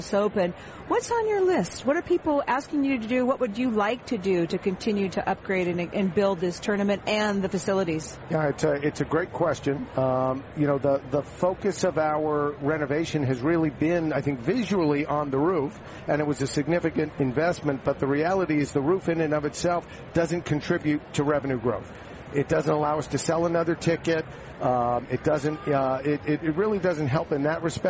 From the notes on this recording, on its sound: Live from the 2016 US Open in Flushing, Queens.